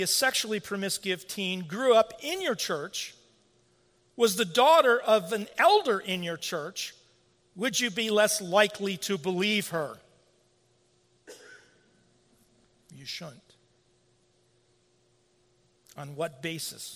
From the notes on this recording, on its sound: At the 2016 Shepherd’s Conference. The conference was sponsored by Warhorn (at the time Clearnote) Media, and held at Trinity Reformed Church in Bloomington, Indiana.